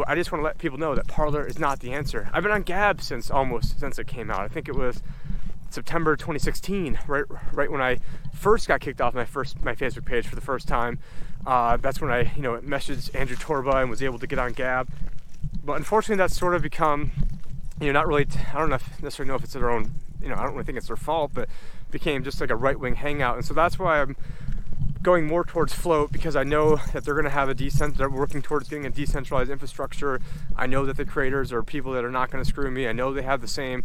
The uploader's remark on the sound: On this walk and talk